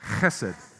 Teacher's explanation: use that little thing at the back of your throat to make the first sound